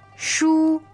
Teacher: 书, first tone, S-H-U. S-H-U, first tone, 书, all right, so that's high and flat.